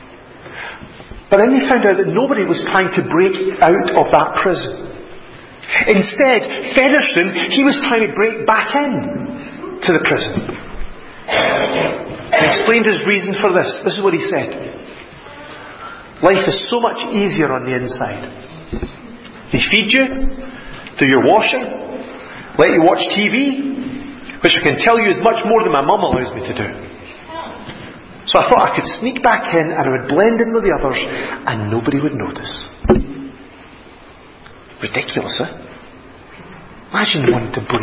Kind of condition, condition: setting, large echoing room